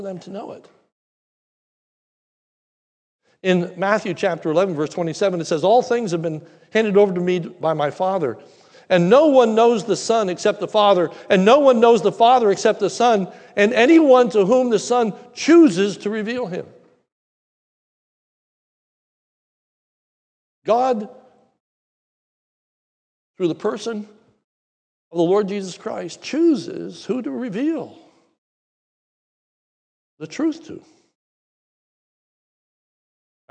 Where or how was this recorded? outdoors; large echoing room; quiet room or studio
large echoing room